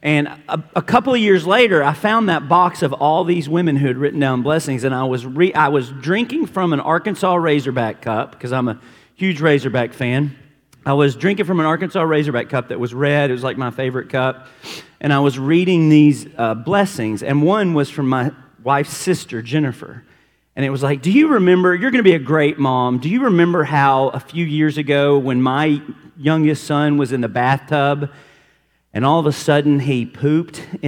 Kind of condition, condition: setting, large echoing room